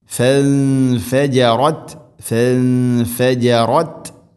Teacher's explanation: ഇഖ്ഫാ ബിഗുന്ന നൂനിനെ അവ്യക്തമാക്കി മണിക്കണം. ഫൻഫജറത് ഫൻഫജറത് ഫജറത് മിൻഹു താഇനെ ഇവിടെ ഖൽഖല ചെയ്യരുത്.